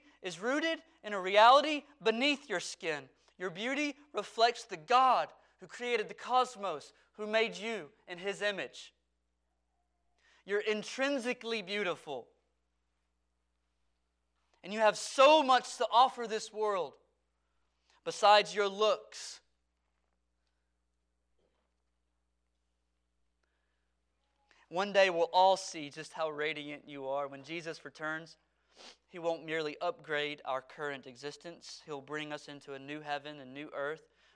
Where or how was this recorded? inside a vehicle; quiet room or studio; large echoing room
large echoing room